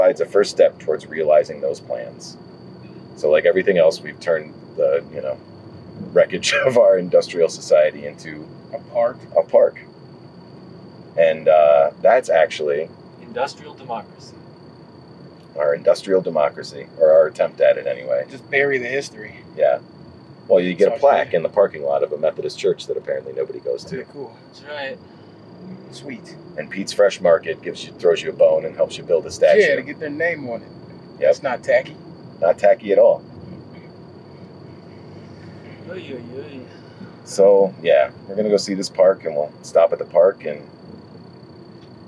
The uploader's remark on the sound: Driving through the forgotten parts of Chicago.